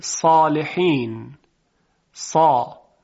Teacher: الف بعد از صاد واقع شده، صاد جزء حروف استعلاء و اطباقه، بنابراین الف تفخیم میشه